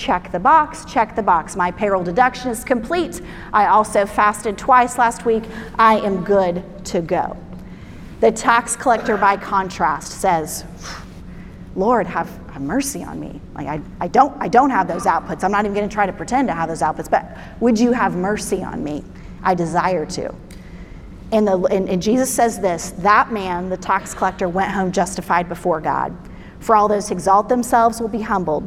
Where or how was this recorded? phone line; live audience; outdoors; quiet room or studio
live audience